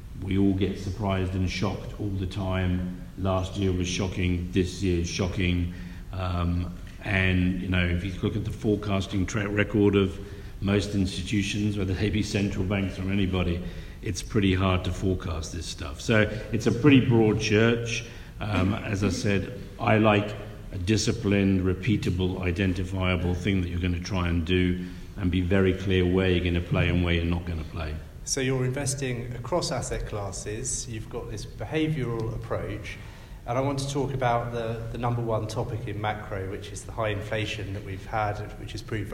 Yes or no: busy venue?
yes